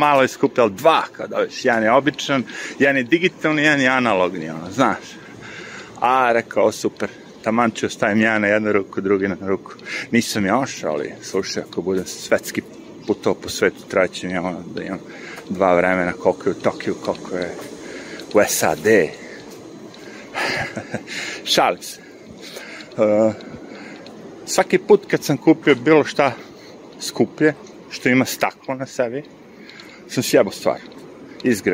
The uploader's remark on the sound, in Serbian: Šetnja Centralnim Parkom. Prelazak sa istočne na zapadnu stranu Njujorka kroz park. Jedna od najgorih stvari u Njujorku su sirene ambulanti, policije i vatrogasaca.